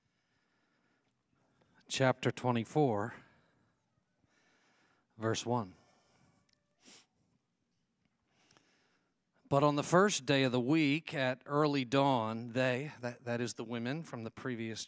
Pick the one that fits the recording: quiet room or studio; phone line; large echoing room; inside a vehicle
large echoing room